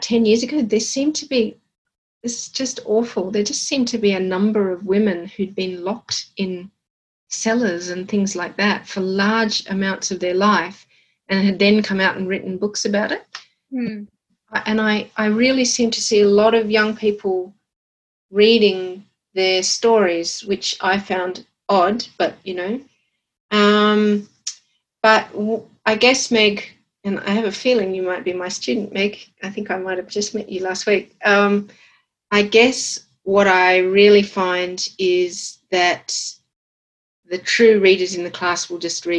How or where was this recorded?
video call